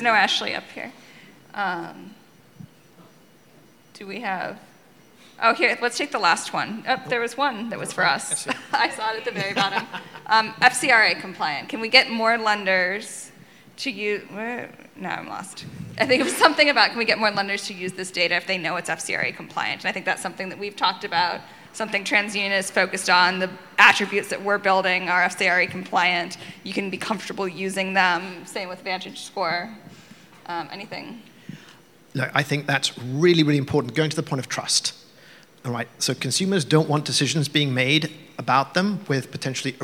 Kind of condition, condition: setting, live audience